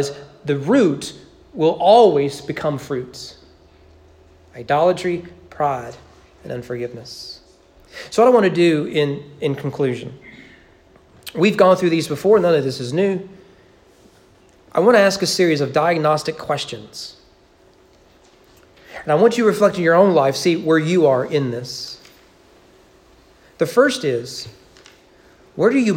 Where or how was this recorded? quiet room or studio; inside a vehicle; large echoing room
large echoing room